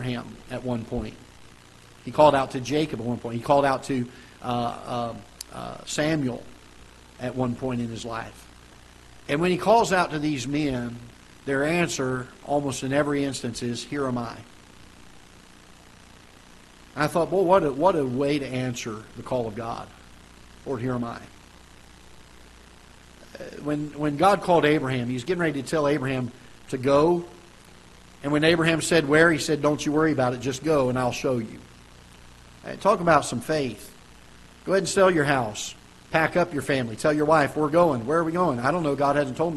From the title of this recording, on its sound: Ketha Heights Baptist Church ~ Live Broadcast